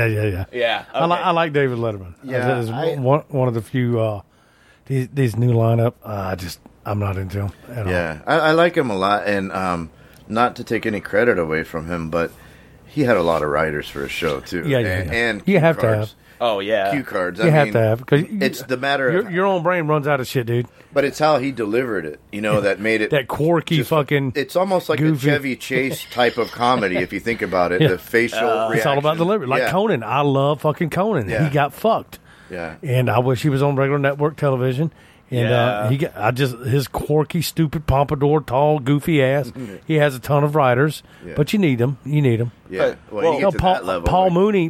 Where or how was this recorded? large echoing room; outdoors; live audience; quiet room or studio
outdoors